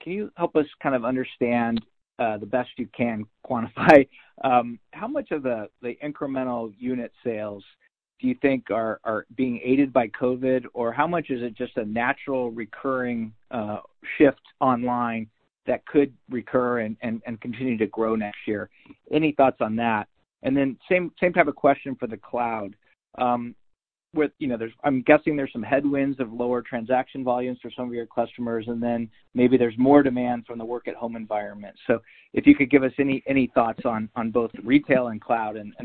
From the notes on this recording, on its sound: Earnings Conference Call